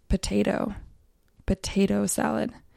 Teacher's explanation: So when there's two T's like this and they're separated by a vowel, it's generally correct to pronounce the first T as a T, ta ta ta, and the second T as a D, da da da